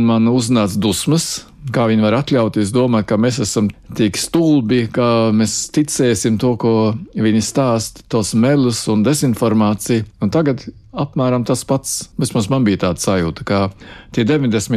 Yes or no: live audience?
no